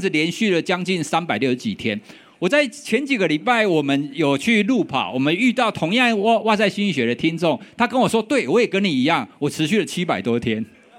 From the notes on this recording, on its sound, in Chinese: 本集節目為12/2我在Today at Apple的講座活動錄音